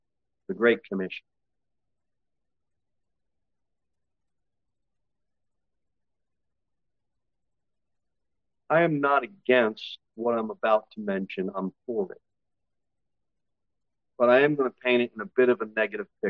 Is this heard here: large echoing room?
yes